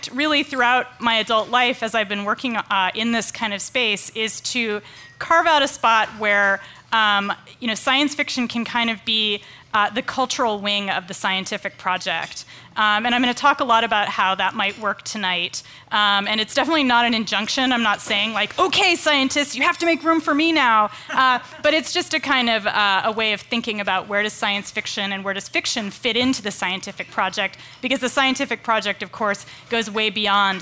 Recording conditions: live audience